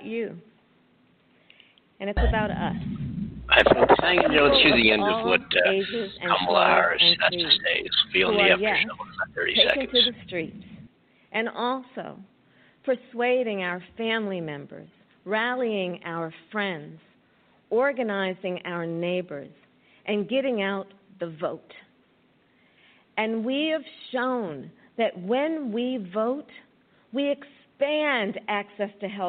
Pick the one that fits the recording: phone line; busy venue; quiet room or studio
phone line